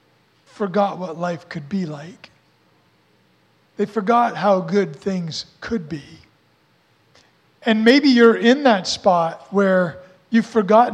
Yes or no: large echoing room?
yes